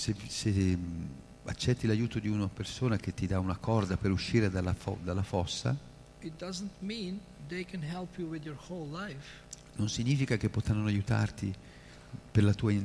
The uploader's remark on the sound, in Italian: in diretta dal Tempio di Villa Vrindavana